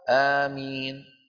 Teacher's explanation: أفصحها آمين بالمد وتخفيف الميم، يعني ممدودة هكذا مين مخففة الميم.